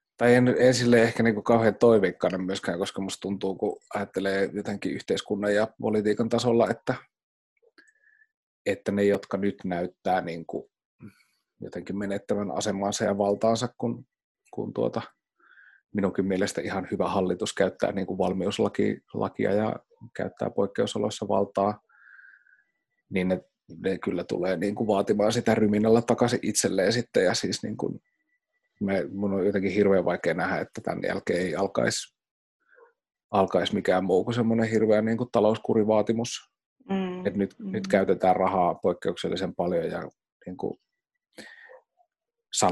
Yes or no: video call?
yes